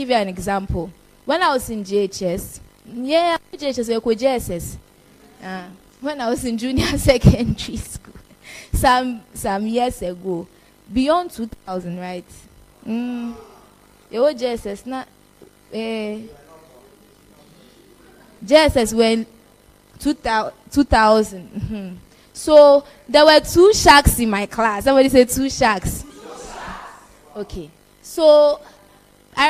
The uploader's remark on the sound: This message was preached at our 2022 More of God camp.